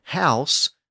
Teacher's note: the H is just a breathy sound before ouse. So H was used for that unvoiced fricative sound in the back of the throat.